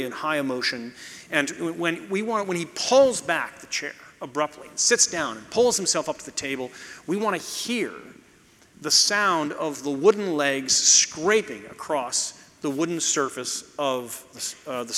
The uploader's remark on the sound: you’ll hear the audience react to some visuals